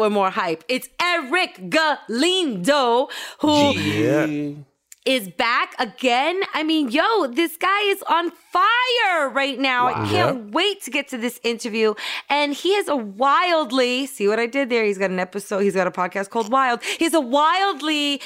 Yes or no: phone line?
no